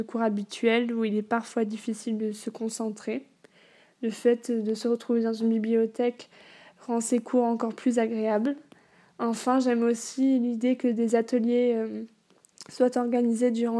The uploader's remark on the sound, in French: PENSÉES POUR EUX-MÊMES est le journal audio du cours de philosophie des élèves de terminales L1 du lycée Calmette à Nice. Leurs témoignages audio de quelques minutes sont réalisés via leur téléphone portable, à la manière d'un petit feuilleton philosophique.